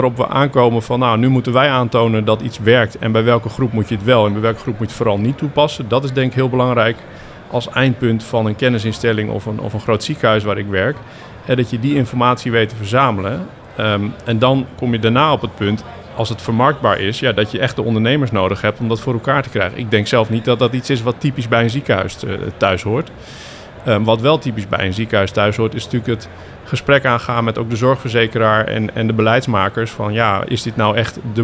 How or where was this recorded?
busy venue